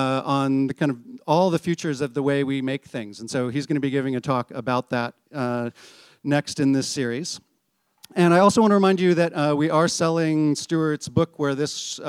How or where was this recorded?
busy venue